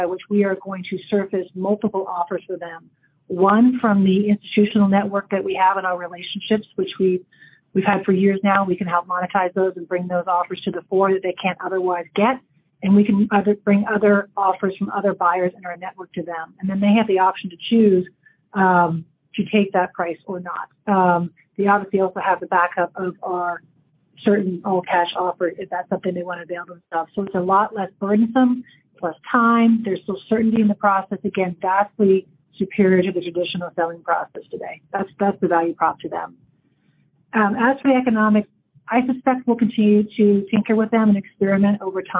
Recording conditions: phone line